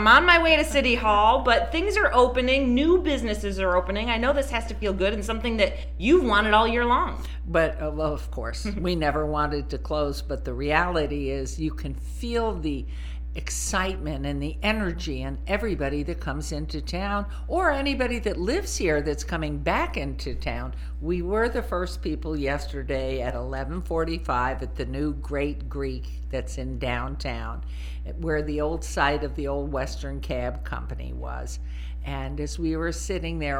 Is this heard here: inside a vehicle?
no